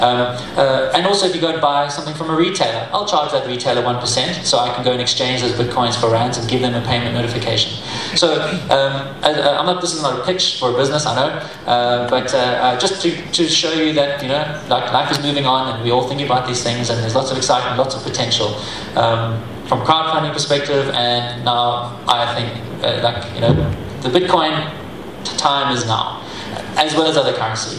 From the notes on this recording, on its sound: speaking at the first Steemit Saturday conference in Johannesburg, South Africa - October 2016